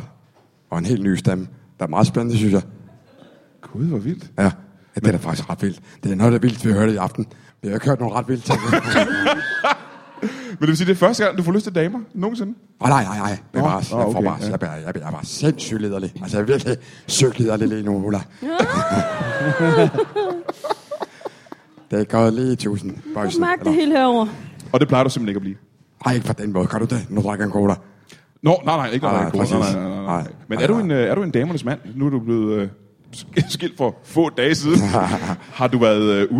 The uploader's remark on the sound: Comedy Zoo LIVE